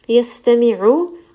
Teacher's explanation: seen has safir, give it a little bit of whistle. Yastami'u, ayn is going to be from the middle of the throat. · ayn is going to be from the middle of the throat. We are going to feel a little bit of constriction